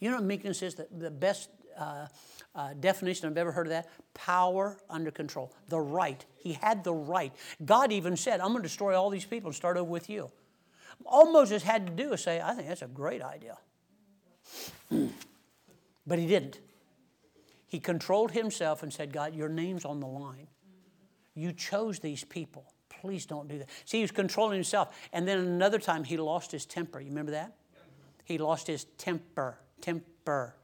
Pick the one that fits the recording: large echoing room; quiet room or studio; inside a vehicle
large echoing room